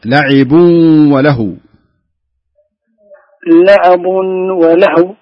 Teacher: إيه ضم التنوين، لا تجعله لعبا. لا لعيبا خطأ، لعب وله، لعب وله، لعب وله، لعب لعب ولهو.